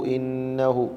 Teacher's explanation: ഇന്നഹു എന്ന ഹായിനെ നീട്ടുന്നത് അതിൻ്റെ മുമ്പും ശേഷവും ഹരക്കത്തുള്ളത് കൊണ്ടാണ്.